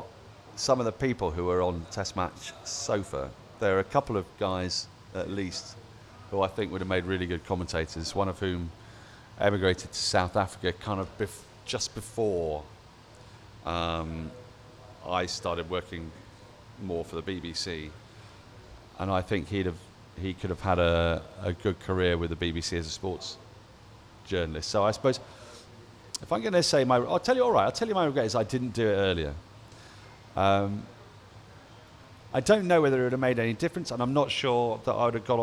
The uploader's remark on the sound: Recorded live from The Wheatsheaf Pub - Tooting.